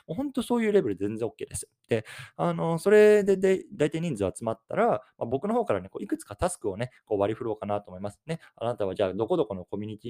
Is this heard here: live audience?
no